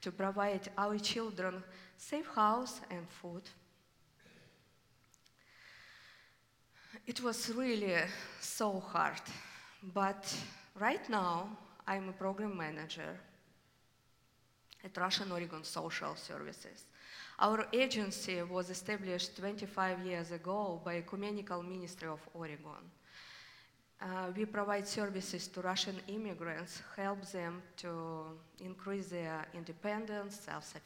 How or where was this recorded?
live audience